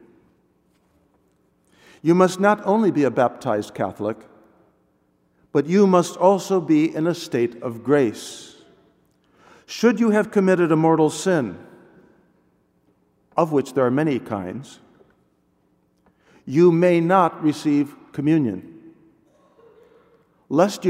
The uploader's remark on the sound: delivered at all Masses